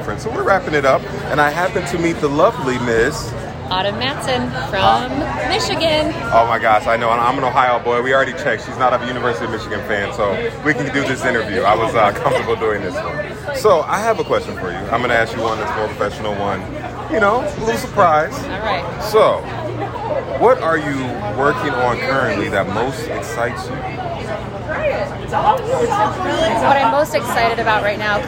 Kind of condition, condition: setting, busy venue